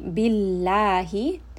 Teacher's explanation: In this case, the name of Allah is going to be light because the letter before it has a kasra. So it is going to be billahi.